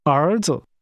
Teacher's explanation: Sons is pronounced with rising and falling rising tones.